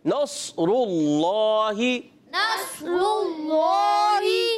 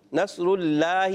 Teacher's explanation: सौद भी मोटा, रा भी मोटा और अल्लाह पाक का लाम भी मोटा · Shown in: first take · क्योंकि अल्लाह पाक के लाम से पहले जबर आ रही